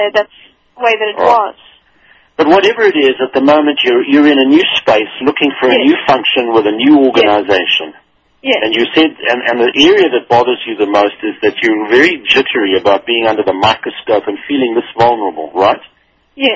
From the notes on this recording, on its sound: coaches phone-in callers